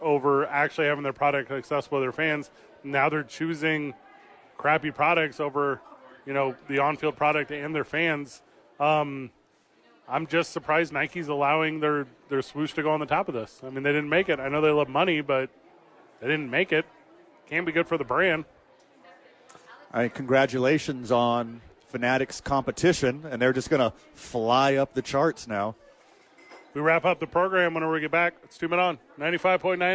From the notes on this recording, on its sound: live from Sadies